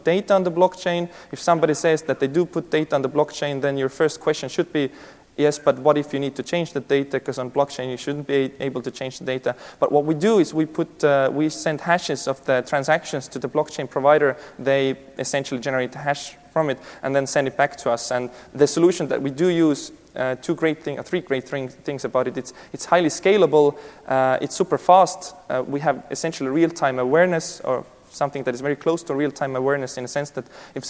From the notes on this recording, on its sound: This keynote session was presented at the 2018 DPharm conference.